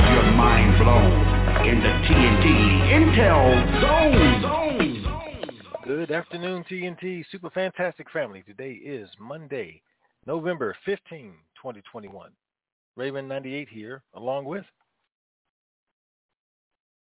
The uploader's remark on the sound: TNTSuperfantastic Conference Call.